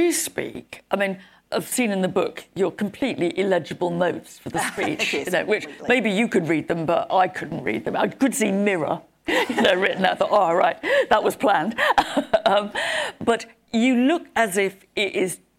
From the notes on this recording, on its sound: Recorded live from the event for the Global Institute for Women’s Leadership at King’s College London.